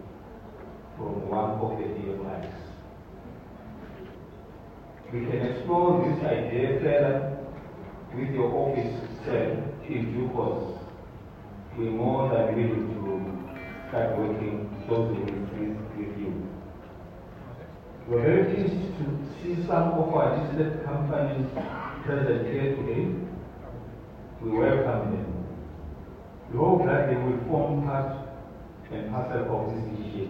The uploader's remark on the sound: Zhejiang Jinhua SA Trade & Investment Promotion Conference. Addressing the Zhejiang Jinhua-South Africa Trade & Investment Promotion Conference, held at the Gallagher Convention Centre.